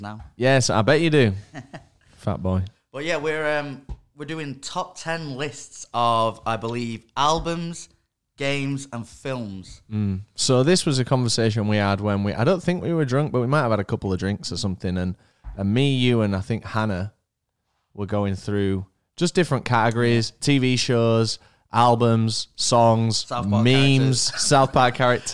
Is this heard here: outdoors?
no